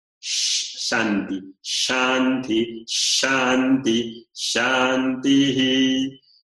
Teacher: es una S que deja pasar más el aire, es una S palatal. La lengua se coloca un poco más hacia arriba de cerca del paladar duro